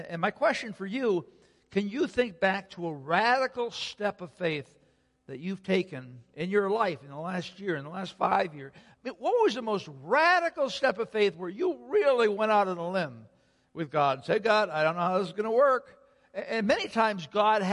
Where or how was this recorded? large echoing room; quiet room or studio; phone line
large echoing room